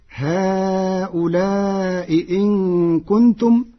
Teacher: قرأ ورش هؤلاء إن كنتم بتسهيل الهمزة الثانية وإبدالها حرف مد مشبع وإبدالها ياء محضة